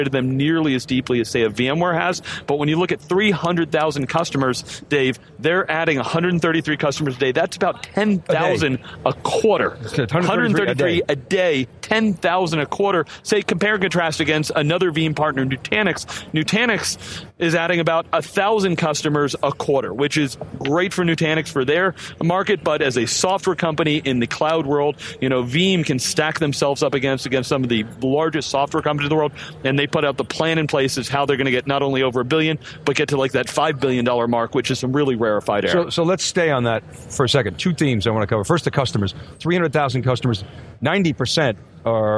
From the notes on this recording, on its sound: Live from VeeamOn 2018 with a discussion on the day one keynote in Chicago, IL.